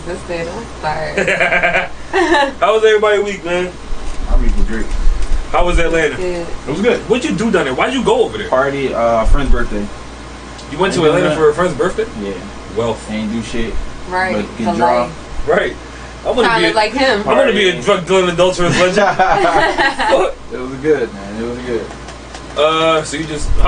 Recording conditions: poor sound quality